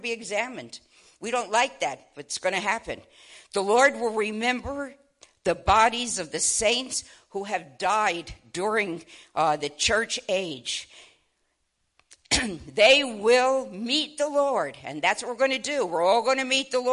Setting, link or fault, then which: setting, large echoing room